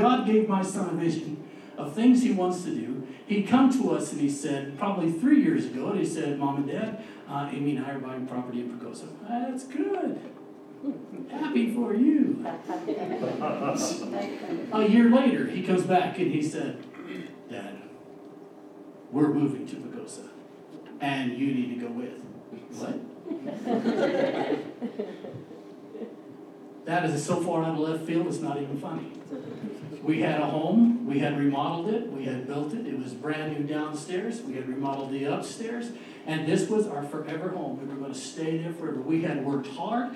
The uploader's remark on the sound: We had a little mishap with the audio this week